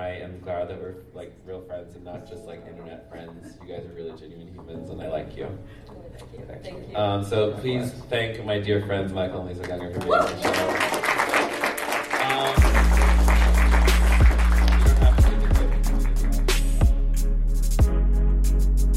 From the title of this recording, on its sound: Live from QCF!